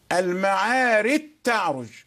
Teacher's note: تاء مشددة والجيم خلاص ذهبت بالكلية · Term: إدغام الجيم